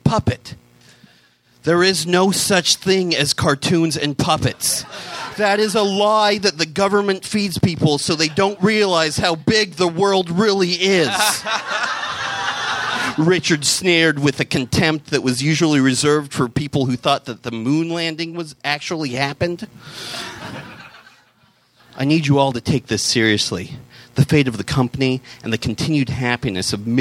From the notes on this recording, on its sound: Recorded live at the Rendezvous in Seattle